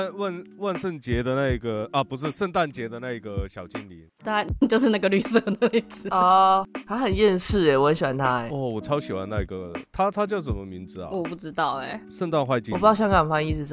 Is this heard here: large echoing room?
no